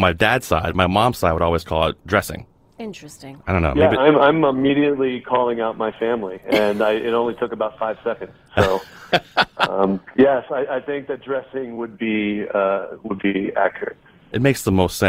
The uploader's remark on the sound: live listener call-in show